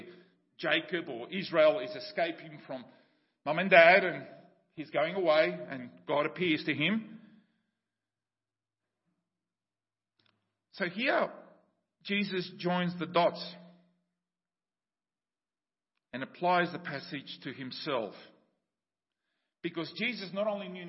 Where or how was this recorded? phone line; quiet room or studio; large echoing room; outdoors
large echoing room